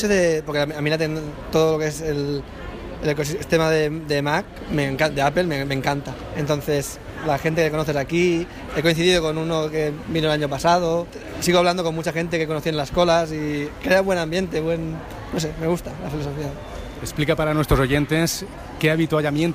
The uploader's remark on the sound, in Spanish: Revivimos el lanzamiento del nuevo iPhone X, desde la Apple Store de Passeig de Gr’e0cia de Barcelona.